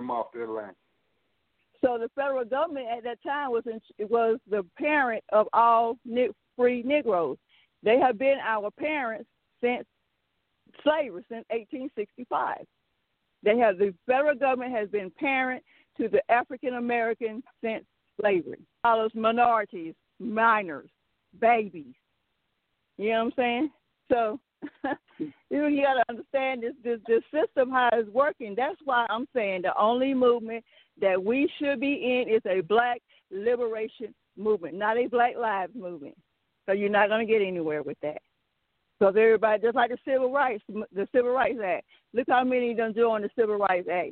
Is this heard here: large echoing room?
no